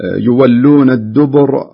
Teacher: انتبه للراء صح فيها تكرار لكن لا يرتقي التكرار إلى القلقلة.